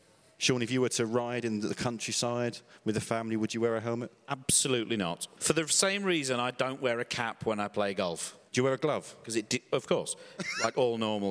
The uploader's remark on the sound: Live from Germany. As part of the German Masters, we recorded an episode in front of a live audience. The Berlin Tempodrom is a truly beautiful venue for snooker and we got to use its delightful amphitheatre.